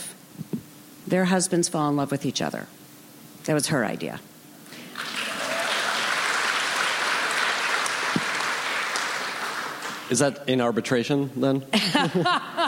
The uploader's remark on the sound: Recorded June 5, 2015 at ATX Television Festival.